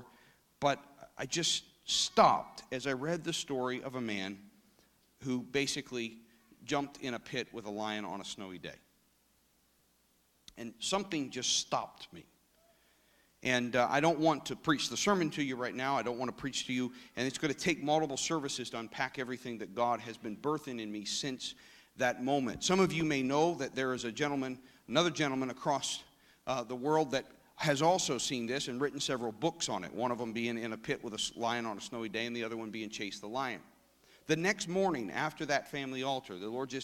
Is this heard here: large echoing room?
yes